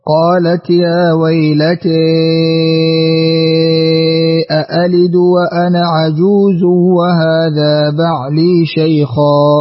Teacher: بالإمالة والمد المشبع تحقيق الهمزتين بلا إدخال. ترك الغنة في قولي عجوز وهذا